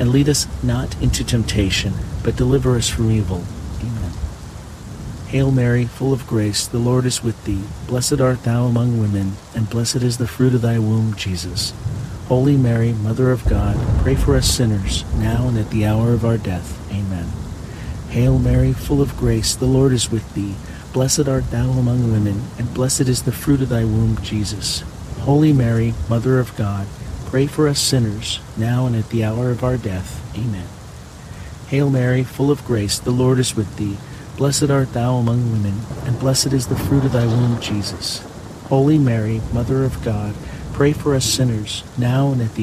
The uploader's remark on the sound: HEAVY RAIN. The natural ambient sounds of heavy pouring rain with crackling thunder and lightning will fill your senses with calm and wash away distractions alongside this Thursday rosary.